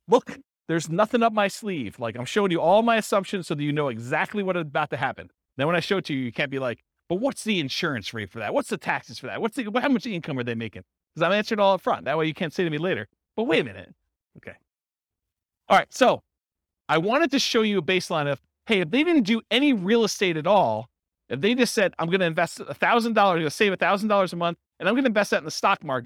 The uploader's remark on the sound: This was a live class recorded